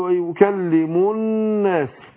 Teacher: اللام هنا مدغمه، ادغمت في النون، ودي لام شمسيه